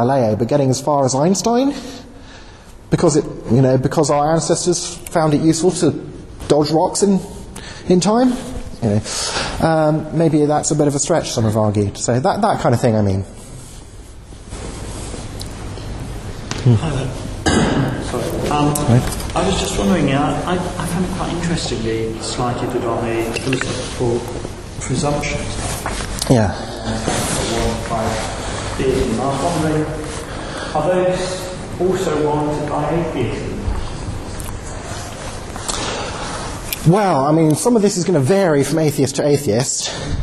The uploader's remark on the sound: Talk given at the 'Christians in Science' Student Conference, London